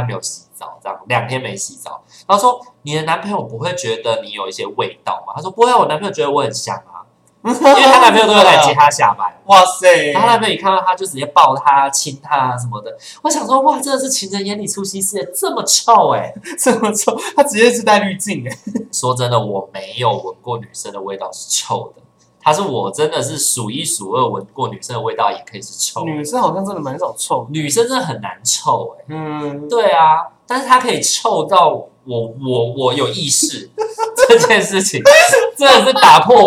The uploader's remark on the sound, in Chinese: 本週因設定問題導致音質單薄